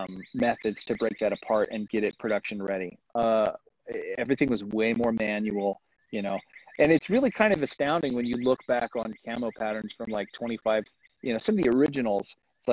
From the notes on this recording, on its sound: Instagram Live